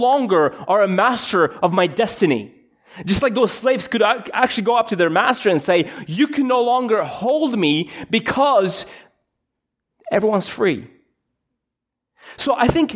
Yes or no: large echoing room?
yes